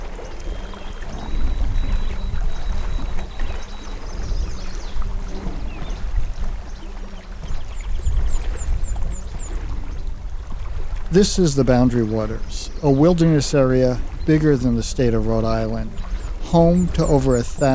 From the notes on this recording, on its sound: Took a recorder with him on his annual canoe trip. The Boundary Waters.